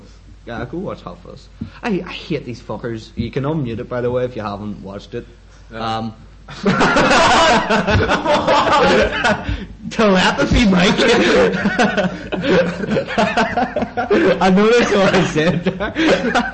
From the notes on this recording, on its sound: Sorry for being recorded too loud.